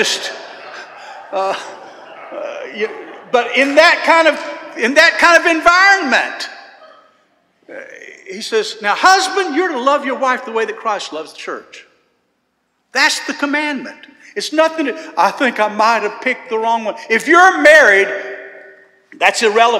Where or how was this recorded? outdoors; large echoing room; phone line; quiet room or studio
large echoing room